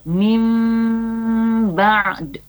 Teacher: Bunyi N-nya berubah menjadi M disertai dengan dengung. · Term: iqlab